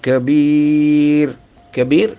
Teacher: കസറിന് ശേഷം വരുന്ന സുക്കൂനുള്ള റാ തർക്കിക്കായി ഉച്ചരിക്കണം